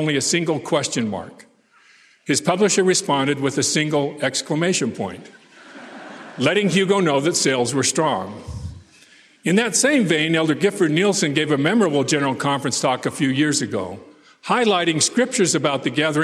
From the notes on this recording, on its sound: delivered this commencement address on April 27, 2023